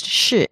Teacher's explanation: the tones for the to be in Chinese 是 is fourth tone